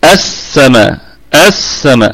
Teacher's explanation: اللام كما قلنا لام شمسية مضغمة تضغم في السين